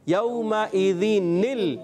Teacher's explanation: تو یہ جو نون ساکن تھا اس کو زیر دیتے ہوئے ہم نے اگلے حرف سے ملا دیا، حمزہ وصلی کو گرا دیا. · Term: نون قطنی